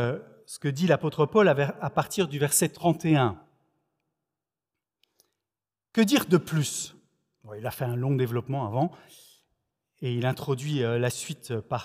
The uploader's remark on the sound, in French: Enregistré à l'église CVV, le 25/07/2021